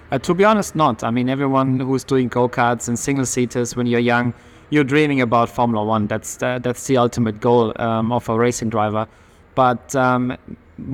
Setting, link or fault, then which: setting, busy venue